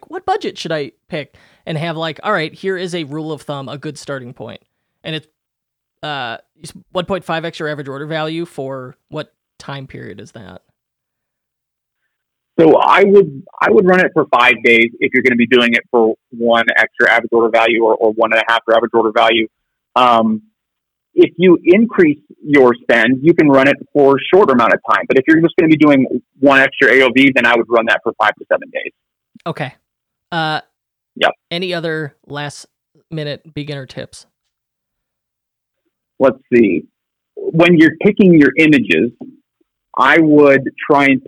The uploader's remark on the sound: We even try something new and call a few experts on the phone to get their answers.